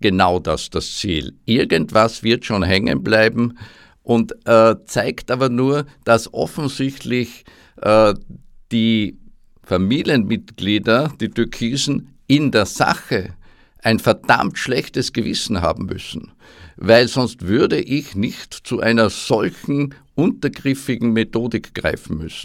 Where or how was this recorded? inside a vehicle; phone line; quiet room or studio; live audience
quiet room or studio